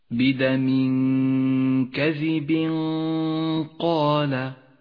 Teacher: الإخفاء الذي بعده مباشرة في قوله تعالى كذب قال، التنوين وبعده حرف القاف. لاحظ كيف جاءت الغنة مفخمة لأن حرف القاف حرف مفخم والغنة تتبع ما بعدها في الترقيق والتفخيم.